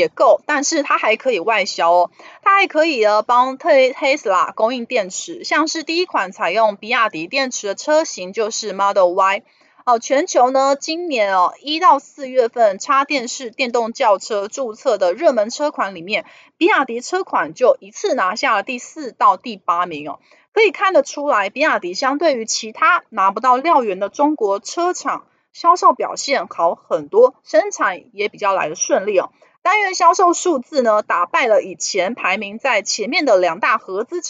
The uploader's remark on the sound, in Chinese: 本集有些許雜音，已亟力避免，如有察覺請多多包涵